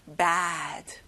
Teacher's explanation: bad가 아니에요. 크고 길게, bad.